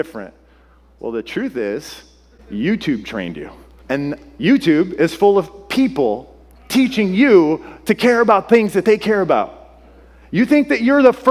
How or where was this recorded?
large echoing room